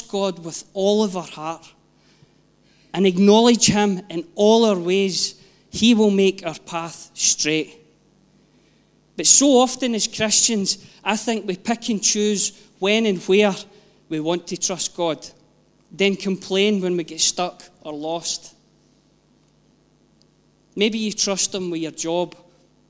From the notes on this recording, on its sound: Live from our ONE Church Sunday gathering 19/06/22